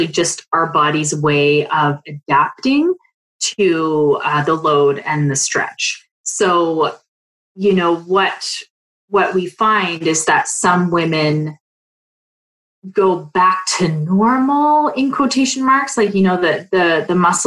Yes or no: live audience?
no